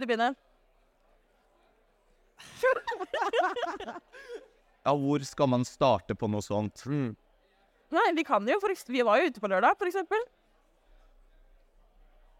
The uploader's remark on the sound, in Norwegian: Vi har hatt livepodkast på selveste "Techpoint". Hvis du synes lyden er rar er det fordi vi sitter på en scene med publikum!